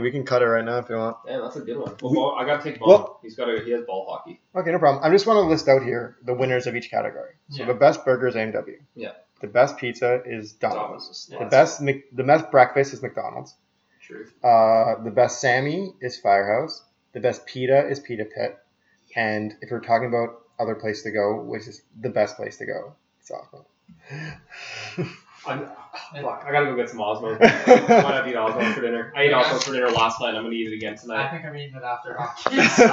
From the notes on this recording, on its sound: Audio warning - I really fucked this one up, listen if you want, sounds like ass the whole way through.